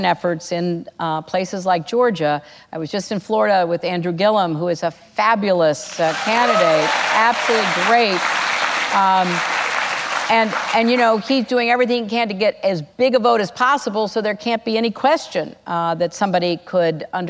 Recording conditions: live audience